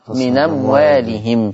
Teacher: نقلت حركة الهمزة إلى النون فصارت من أموالهم · Term: النقل